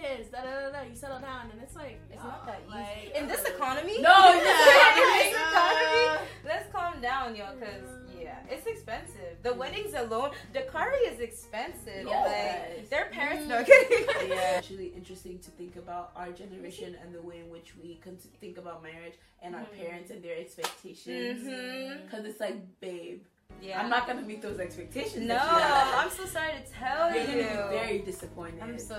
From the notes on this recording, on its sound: Apologies for the mic glitches throughout the episode!